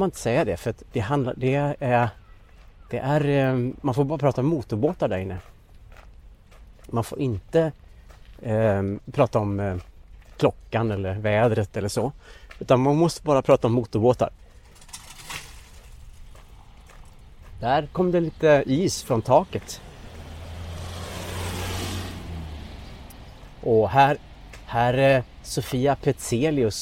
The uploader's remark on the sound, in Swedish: Detta är en personlig och avslappnad promenad genom Stockholms innerstad. Tillsammans med en del trafikljud. Inklusive Skeppsbron, Kungsträdgården och Strandvägen.